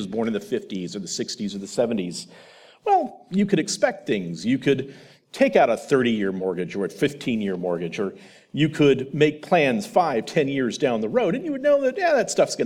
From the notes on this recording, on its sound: presentation from The Theology of Marxism Conference